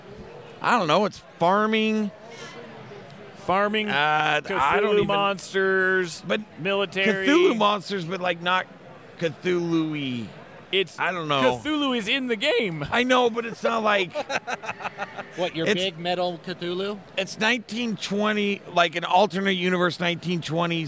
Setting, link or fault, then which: setting, busy venue